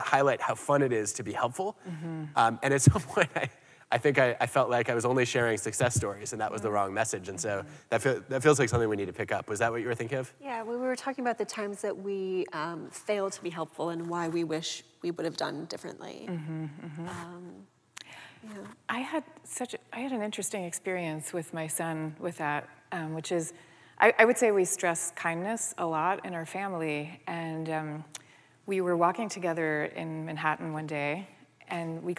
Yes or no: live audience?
yes